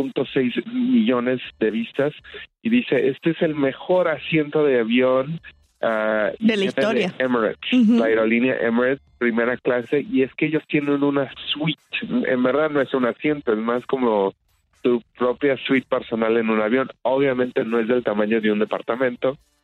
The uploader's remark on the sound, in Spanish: Desde Atlanta se conecta vía telefónica.